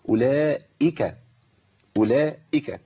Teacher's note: الهمزه المكسوره لابد من تحقيقها بدون مبالغه